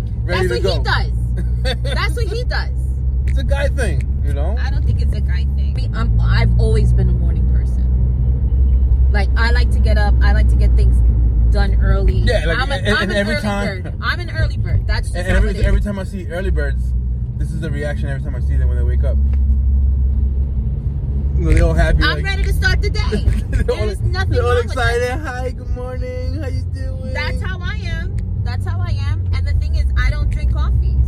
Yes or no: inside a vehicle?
yes